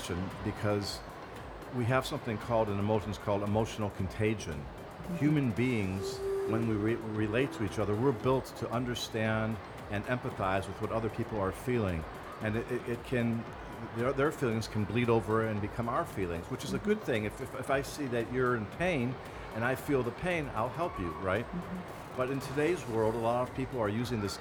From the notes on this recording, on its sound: Live interview from SIBF 2022